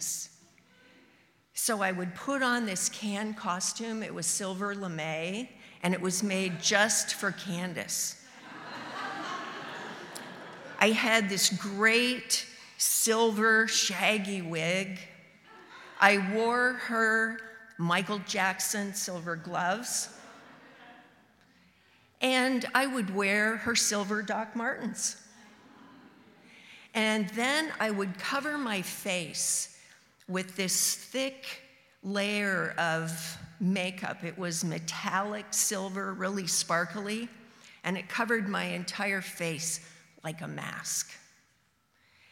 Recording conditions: live audience